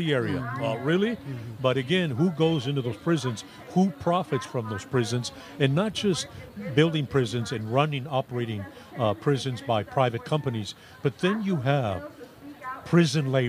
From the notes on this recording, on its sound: Tonight, we bring you sounds from May Day celebrations around Oakland. The First Voice Apprenticeship Program was there as part of a special collaboration with Work Week Radio and Brightpath Video. Then we’ll share audio from the Port of Oakland and Oscar Grant Plaza.